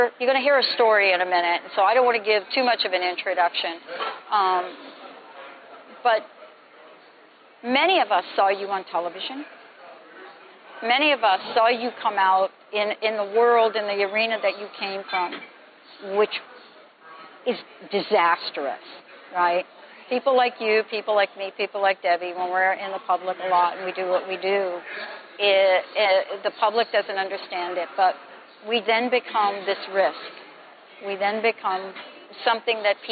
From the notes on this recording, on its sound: live interviews from the Masquerade Ball in New York